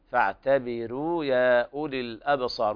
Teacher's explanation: ونفخم الراء إلا أن ورش يقرأ بالترقيق، فاعتبروا يا أولي الأبصار، وقرأ بالنقل مع تقليل الألف المتطرفة في الكلمة الأبصار، فاعتبروا يا أولي الأبصار هكذا.